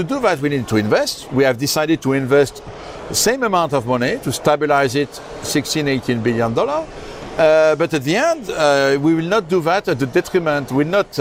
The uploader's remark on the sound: We are also live at the ADIPEC summit in Abu Dhabi